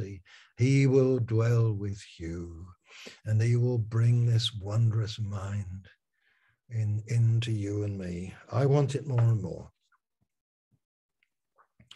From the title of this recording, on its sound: Malaysia Meets (Zoom)